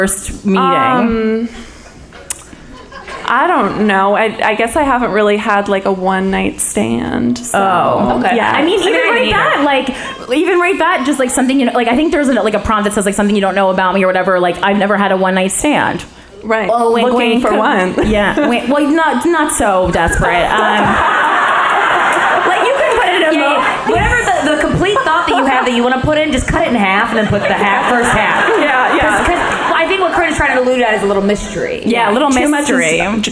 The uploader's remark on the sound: Live from Portland